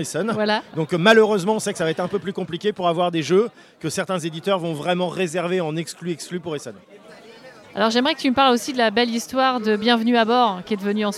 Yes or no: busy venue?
yes